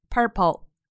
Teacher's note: Purple 其中的 u r 发的是长音，美式发音 er